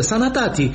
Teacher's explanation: a păstrat fonetica curată, sanatati, cu aurile deschise la fel de larg ca și gura